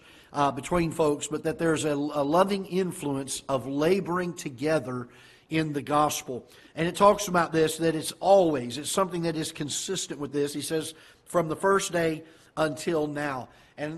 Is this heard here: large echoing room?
yes